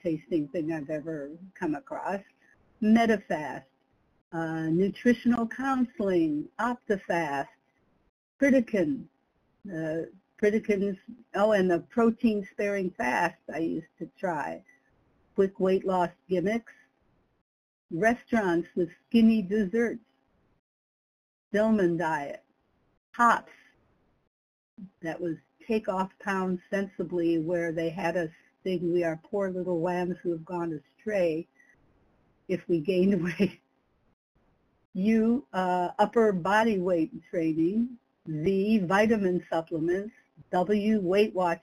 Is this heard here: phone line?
yes